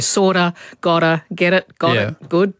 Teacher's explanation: It's sometimes called flapping or tapping, and it happens whenever a T is flanked by vowel sounds.